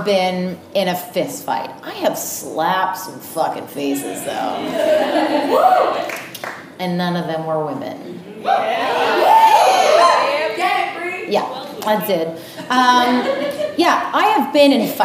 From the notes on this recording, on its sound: Our first LIVE SHOW RECORD!